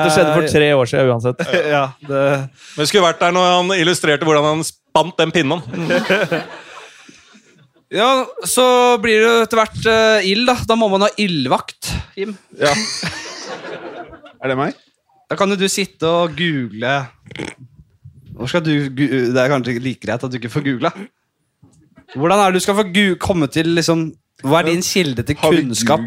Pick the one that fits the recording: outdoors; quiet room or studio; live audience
live audience